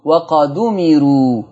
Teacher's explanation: وقد أمروا، شوفوا الدال عليها رأس الحاء وورا منها الهمزة في الكلمة التالية، فلما أعمل نقل هشيل الهمزة واخد الضمة واحطها على الدال، فتبقى الدال مضمومة فتقرأ وقد أمروا. · Term: حكم النقل